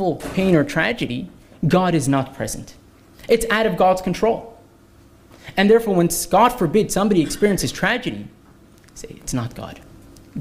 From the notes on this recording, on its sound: This lecture was presented at Kollel Menachem's Yarchei Kallah in Melbourne Australia, December 2023